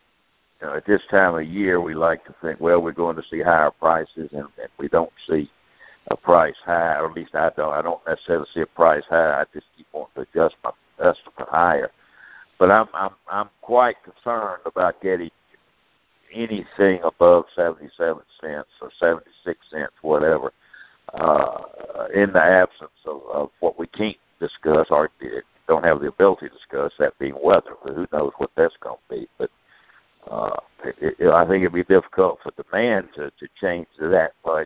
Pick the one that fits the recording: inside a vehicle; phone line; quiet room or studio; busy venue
phone line